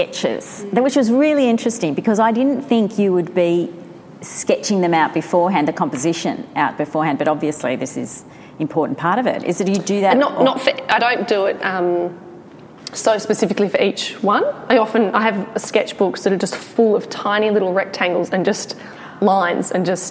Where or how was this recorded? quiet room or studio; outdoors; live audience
live audience